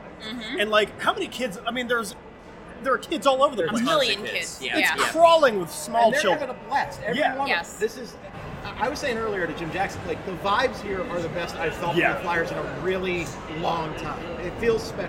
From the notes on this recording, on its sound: BSH Radio Special: Live from the Flyers Charities Carnival!